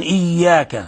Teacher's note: إياك هذه الياء مشددة يجب أن تظهر التشديد من غير غنة